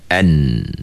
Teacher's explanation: Huruf nun makhrajnya berada di hujung lidah.